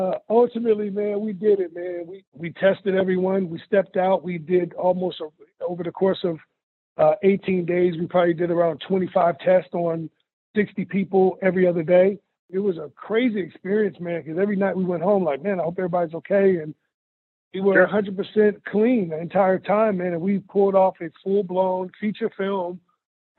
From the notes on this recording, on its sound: I hopped on the phone.